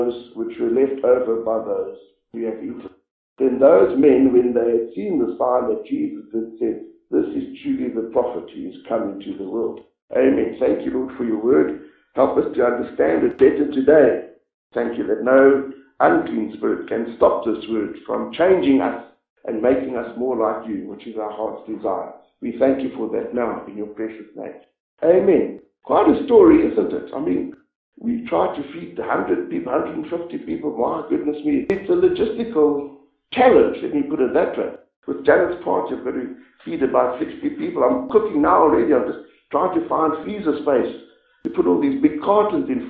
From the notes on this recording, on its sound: This message was preached about seven years ago when our church met in the chapel.